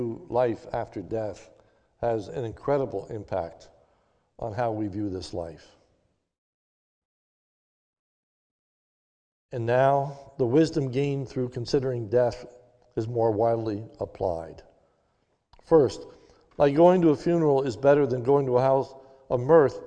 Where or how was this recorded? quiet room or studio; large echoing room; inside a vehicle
large echoing room